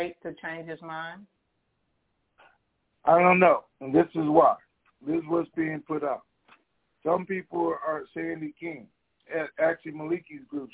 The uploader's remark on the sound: TNTSuperfantastic Conference Call